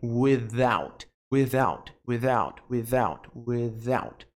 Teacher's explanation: O som de Z com a língua presa. · Term: som de TH